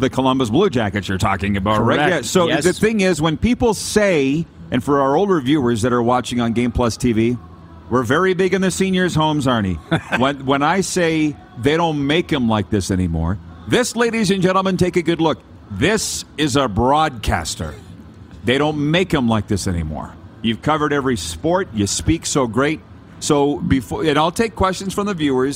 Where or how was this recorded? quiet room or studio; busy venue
busy venue